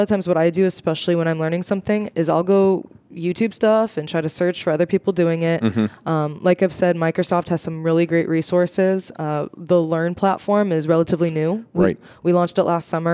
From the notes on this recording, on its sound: Coming to you live from the podcast booth at Microsoft BUILD